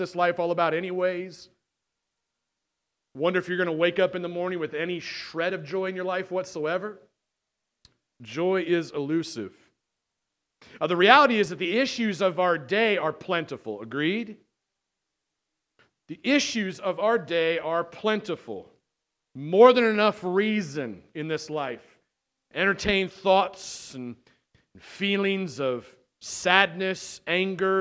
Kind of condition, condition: setting, large echoing room